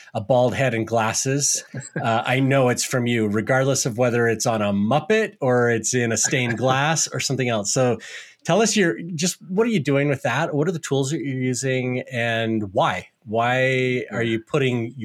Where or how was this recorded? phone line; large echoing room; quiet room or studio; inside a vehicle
quiet room or studio